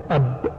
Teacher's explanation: الباء تخرج من الشفتين بإطباق · Term: حرف الباء